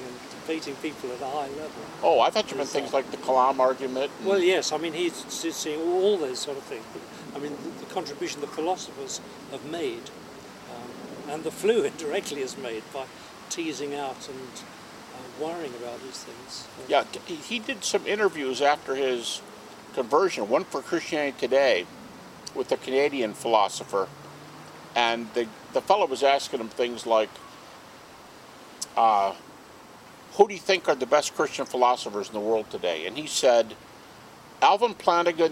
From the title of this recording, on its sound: at an English Garden-Party